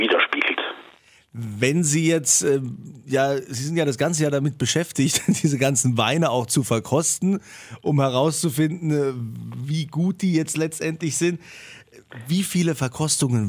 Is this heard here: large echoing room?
no